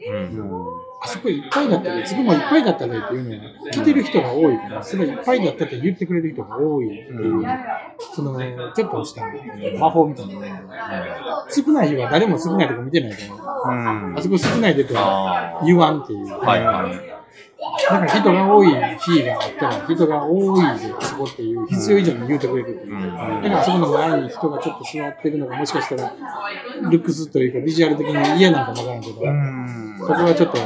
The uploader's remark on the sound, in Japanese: ミルク＆ビアホール九十九で収録させていただきました。